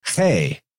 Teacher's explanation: there's a big aspirate push with the H sound